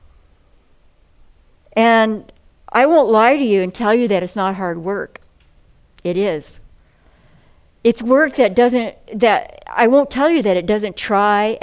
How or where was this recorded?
large echoing room